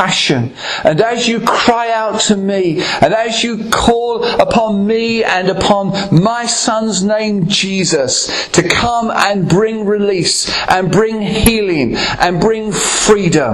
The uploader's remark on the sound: Recorded at Ashingdon Elim Pentecostal Church.